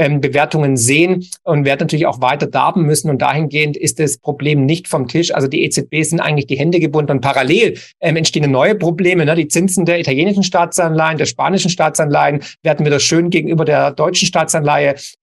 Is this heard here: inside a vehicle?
no